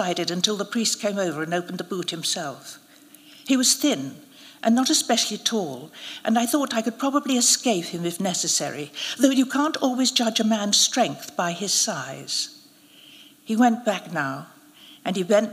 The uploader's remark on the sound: narrated at a special live event